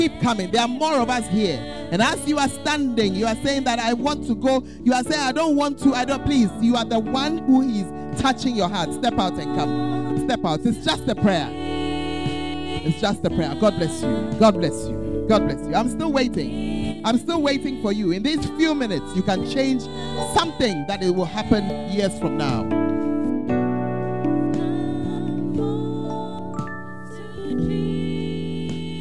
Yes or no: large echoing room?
yes